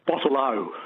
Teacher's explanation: they very much emphasise any O at the end of a word